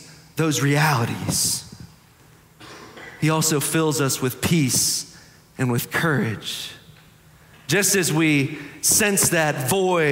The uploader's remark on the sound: Preached on May 21, 2023 for our Sanctuary Worship Service.